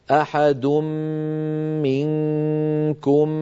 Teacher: أو جاء أحد منكم من الغائط، فلننتبه إلى بيان الهمزات وأيضا إلى بيان هذه الغنن المتتالية أحد منكم، ثلاث غنن متتالية فعلينا أن نوضحها